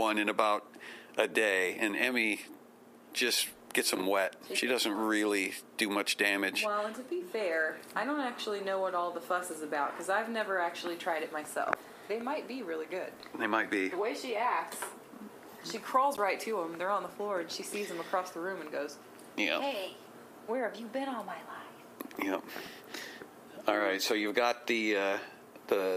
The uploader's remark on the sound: There are some clicks, pops, and other technical issues with the recording because the producer is an amateurish hack who lacks even basic recording skills.